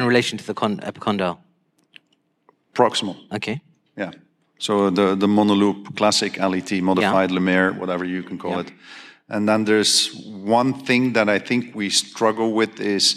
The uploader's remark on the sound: Welcome to the first ever orthohub fireside chat brought to you in association with Conmed from the 20th year of the Sports Knee Surgery meeting. Recorded live on stage in Birmingham.